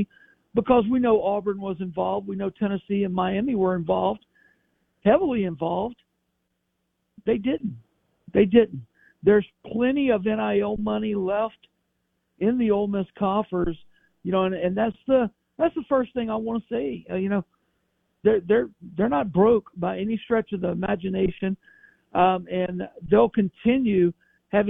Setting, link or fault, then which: link, phone line